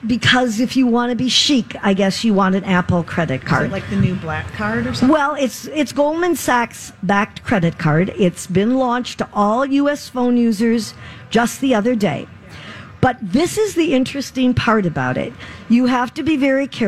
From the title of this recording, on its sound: Live From The Minnesota State Fair